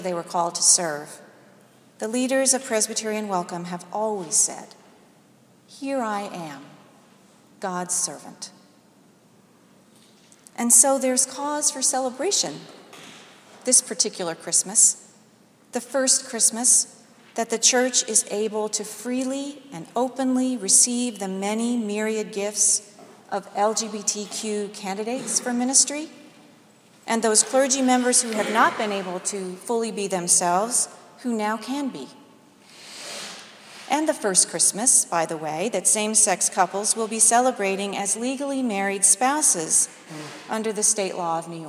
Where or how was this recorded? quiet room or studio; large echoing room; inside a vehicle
large echoing room